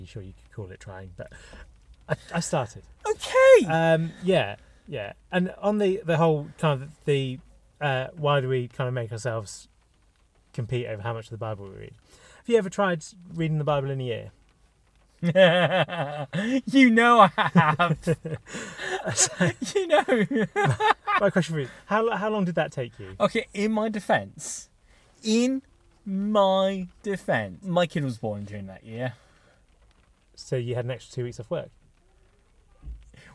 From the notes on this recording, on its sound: This is the start of two episodes we recorded in a car, in a random pub car park, when it was raining